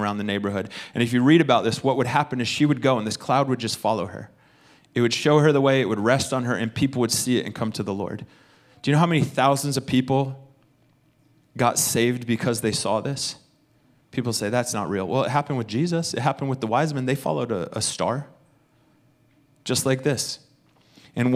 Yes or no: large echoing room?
yes